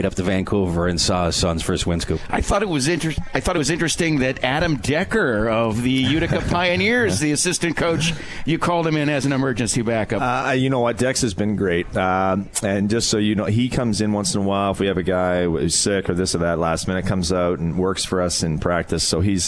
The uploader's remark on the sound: Live from Swifty’s for Comets Insider